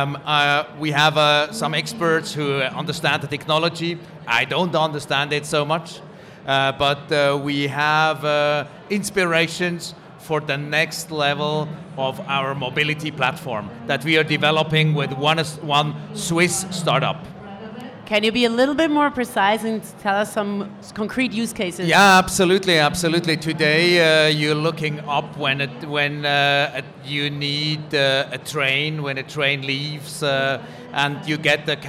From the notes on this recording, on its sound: Recorded LIVE From CES. 30 Swiss startups presented their innovations at the Swiss Tech Pavilion presented by PRS, Switzerland Global Enterprise, digitalswitzerland and swissnex at the world’s leading global tech conference. Recorded LIVE during the conference.